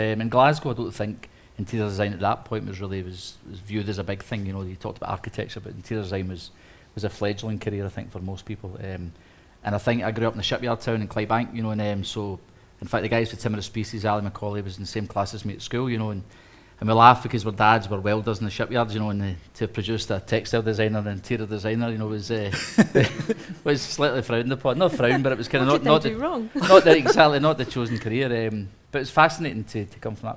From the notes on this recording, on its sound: Live audience special. This episode is brought to you from the magnificent Charles Rennie Mackintosh-designed Billiard Room at the Willow in the heart of Glasgow.